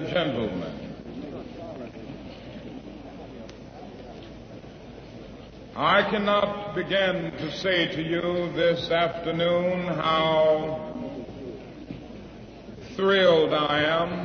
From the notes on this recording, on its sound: Address at Freedom Hall Rally Detroit